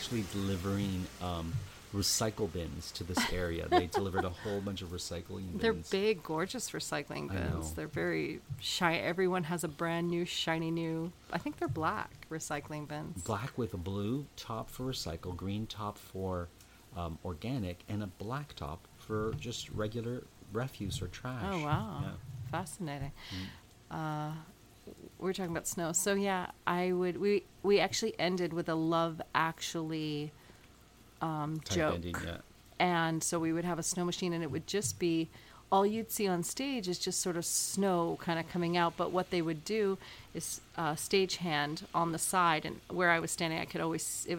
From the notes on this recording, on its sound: take advantage of the pitter pater of the rain that is following when they decide to turn on the microphone and record an episode